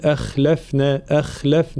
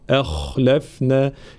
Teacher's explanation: في قوله تعالى قالوا ما أخلفنا موعدك بملكنا، طبعا كلمة أخلفنا الخاء حرف مفخم، يبان تفخيم الحروف مفخم حتى ولو كانت ساكنة، فلا نقول أخلفنا، أخلفنا، لا، أ خاء، ترقيق الهمزة وتفخيم الخاء · Shown in: second take